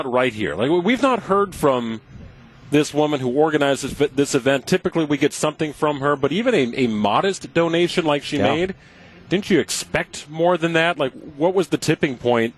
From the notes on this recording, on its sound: we begin our live broadcasts from Summerfest 2023